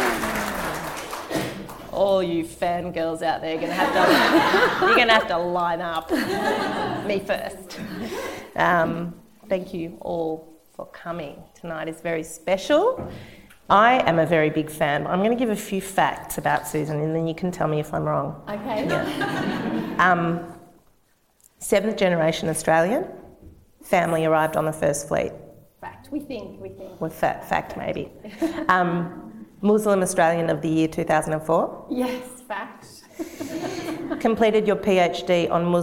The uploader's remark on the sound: This episode includes questions from the audience, and at some points can become a little hard to hear. We’re working on improving our recording techniques.